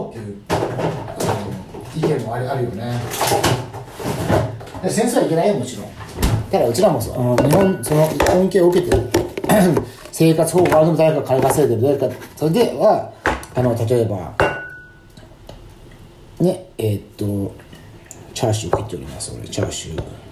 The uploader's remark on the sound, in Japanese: 料理を作りながらの収録です。